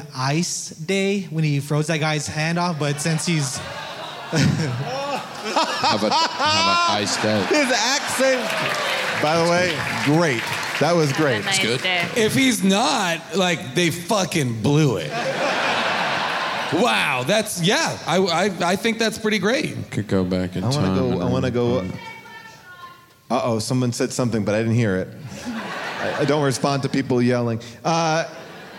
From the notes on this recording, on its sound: Recorded live from Austin, Texas.